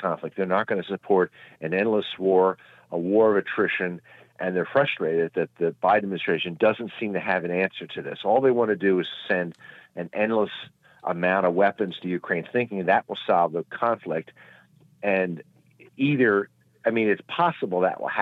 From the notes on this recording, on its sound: we take your calls in open phones across America